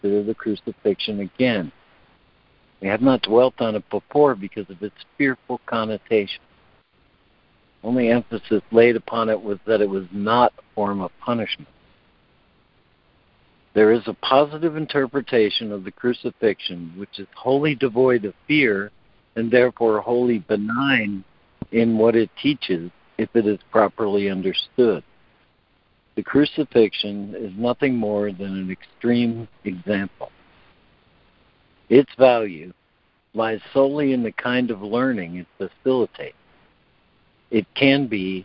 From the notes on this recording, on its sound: ACIM Daily Conference Call